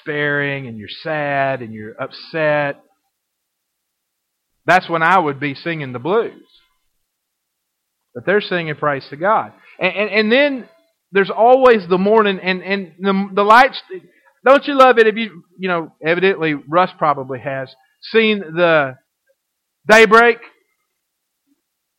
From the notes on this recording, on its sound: Recorded in 2012 at First Baptist Church Red Springs. (Audio starts at 0:06 mark.)